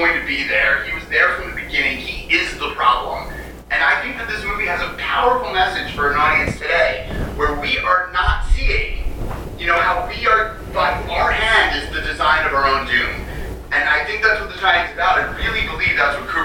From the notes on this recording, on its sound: We apologize for the audio, we had some technical difficulties remote broadcasting.